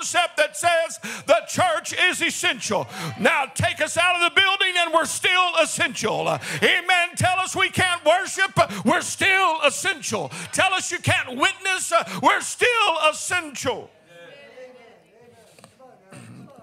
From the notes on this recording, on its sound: This message was delivered in the Sunday am service